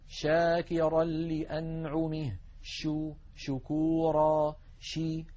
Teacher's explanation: فهكذا نجد بأن الشين لا ينقفل المخرج عند النطق بها بل يبقى مفتوحا يمر منه الصوت